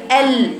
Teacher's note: انحراف صوت اللام الى جانبي طرفي طرف اللسان لاعتراض الطرف طريق اللام